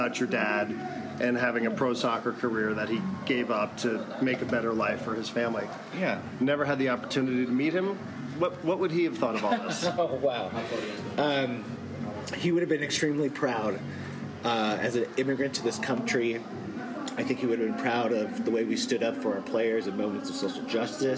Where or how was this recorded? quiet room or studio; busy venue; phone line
busy venue